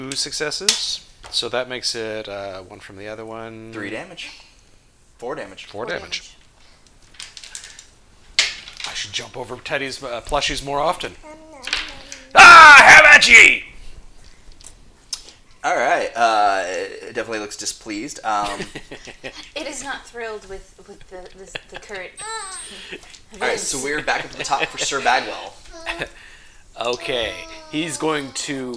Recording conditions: sounds in the background